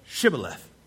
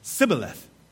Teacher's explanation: The Ephraimites couldn't say the sh sound. They'd say it s. So they'd say Sibboleth instead of Shibboleth.